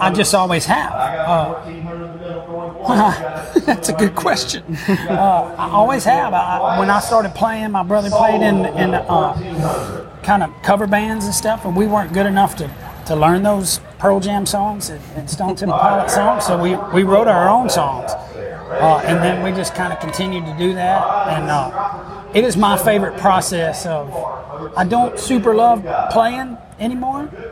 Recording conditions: background noise